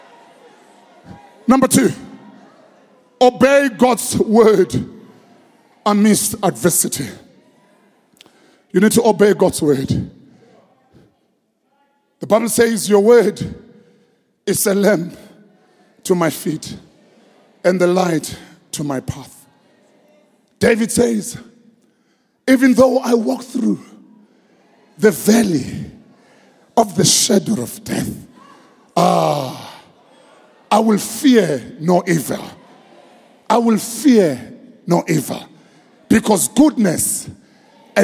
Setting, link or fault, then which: setting, large echoing room